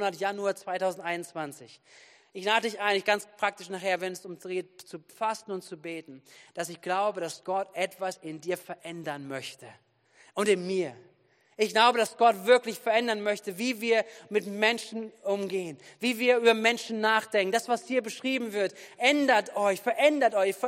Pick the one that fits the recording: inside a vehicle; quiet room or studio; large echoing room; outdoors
large echoing room